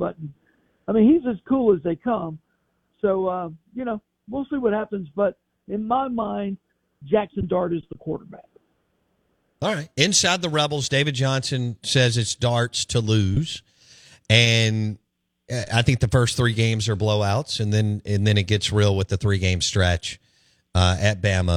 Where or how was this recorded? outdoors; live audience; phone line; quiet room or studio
phone line